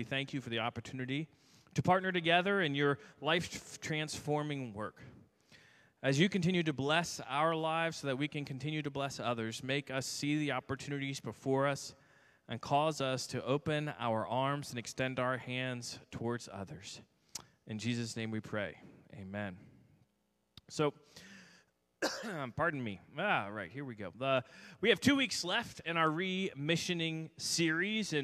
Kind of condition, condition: setting, large echoing room